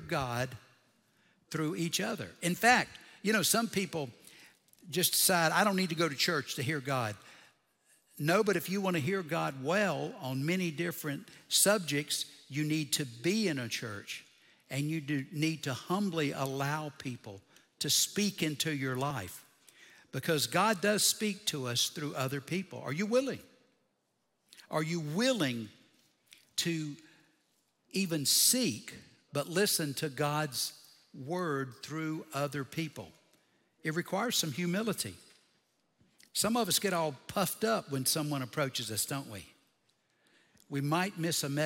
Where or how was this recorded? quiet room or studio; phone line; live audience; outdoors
live audience